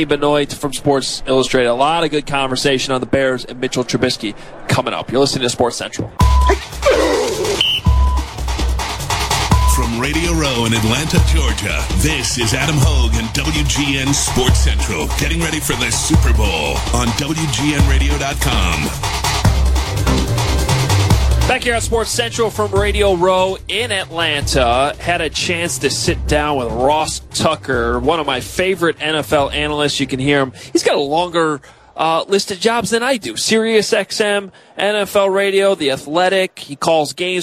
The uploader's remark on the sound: Live on Radio Row in Atlanta as the city and the rest of the football world get ready for Super Bowl 53.